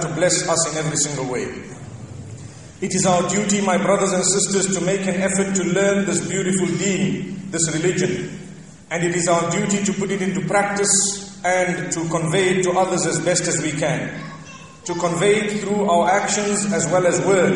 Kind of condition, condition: setting, large echoing room